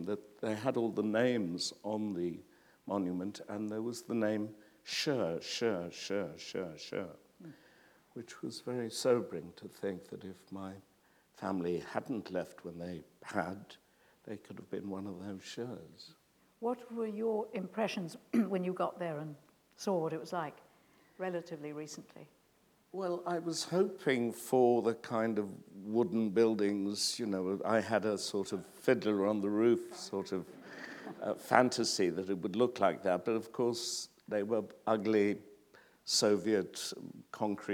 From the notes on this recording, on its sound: This is a recording of a live Platform event.